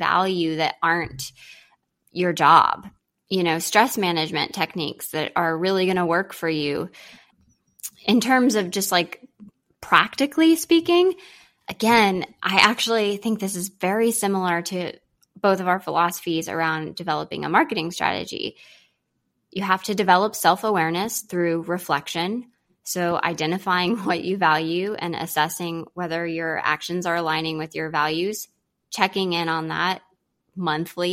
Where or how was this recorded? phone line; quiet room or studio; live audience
quiet room or studio